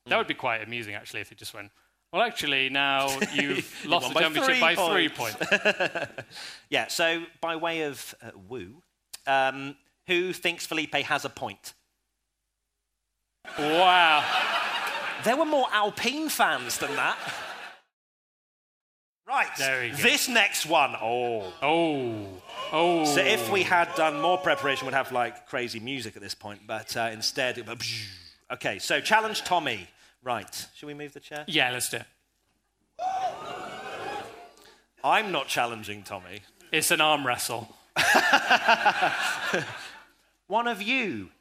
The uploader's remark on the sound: Our first ever P1 Live Show at Leicester Square Theatre in London!